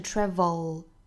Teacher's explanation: 不管是英音还是美音这个单词的尾音呢都不是卷舌的发音